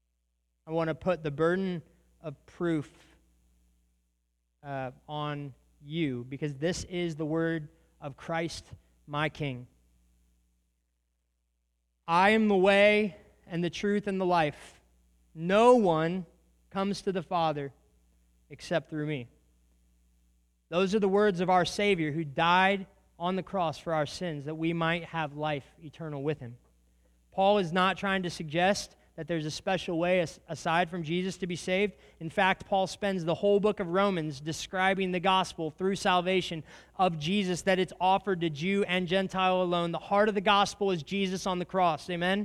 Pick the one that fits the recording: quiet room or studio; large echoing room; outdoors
large echoing room